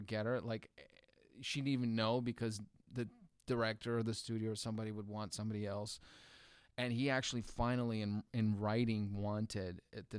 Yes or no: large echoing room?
no